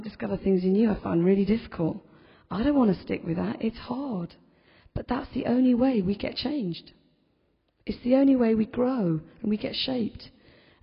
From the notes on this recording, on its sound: In this podcast recording of the homily in a Moot Community Eucharist on the 19th September 2010.